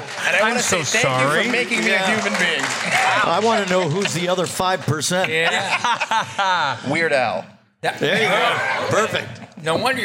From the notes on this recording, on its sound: Panel from #RI #ComicCon this year, filmed on November 5th, 2023. This is our #TeenageMutantNinjaTurtles panel from #RI #ComicCon this year.